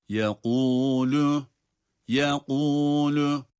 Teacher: Yekûlü hem kalın hem de kalkale olmadan okunma şekli doğru olanıdır.